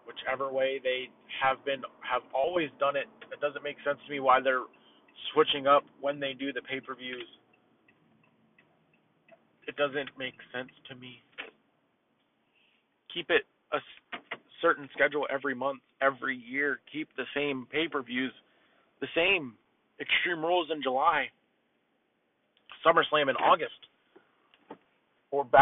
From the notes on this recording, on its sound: This audio is rough I apologize. Was recording some of this in my car i apologize if it sounds a little quiet or off.